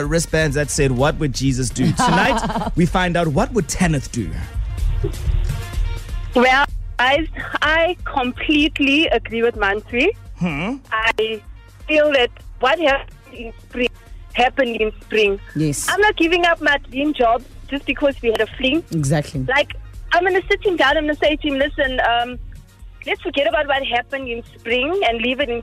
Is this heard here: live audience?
no